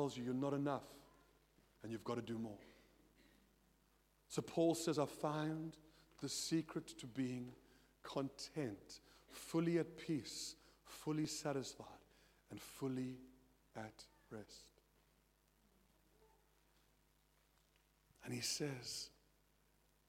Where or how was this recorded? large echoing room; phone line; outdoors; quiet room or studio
large echoing room